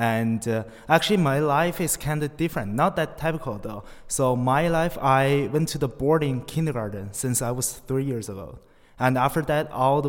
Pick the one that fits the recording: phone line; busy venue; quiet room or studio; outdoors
busy venue